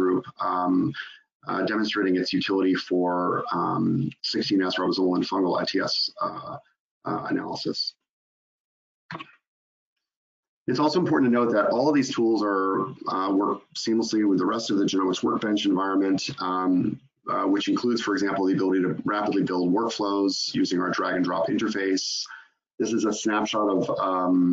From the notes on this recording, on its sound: In this live webinar